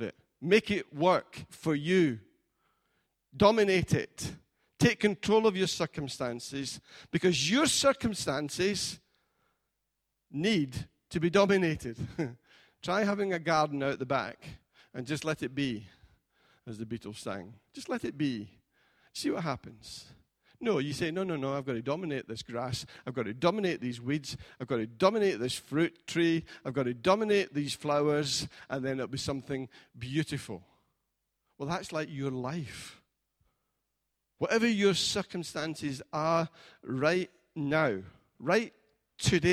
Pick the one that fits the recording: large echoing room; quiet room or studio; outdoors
large echoing room